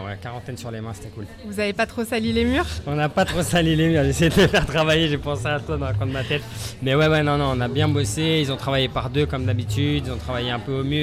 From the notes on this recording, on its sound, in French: Cet épisode a été enregistré en direct du Kind Festival édition 2023.